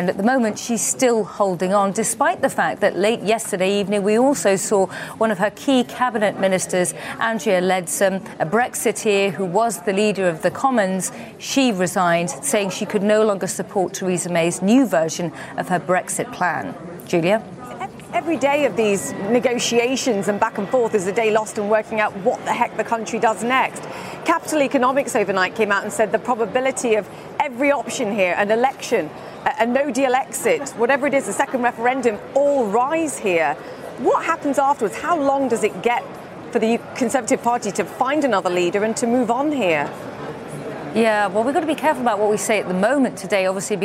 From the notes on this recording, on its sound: live from the New York Stock Exchange